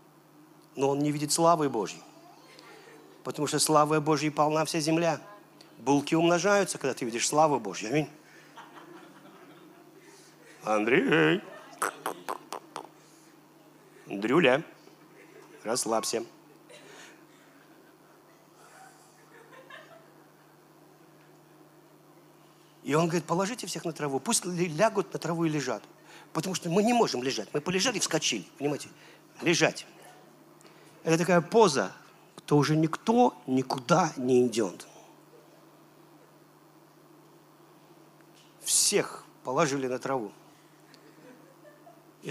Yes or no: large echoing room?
yes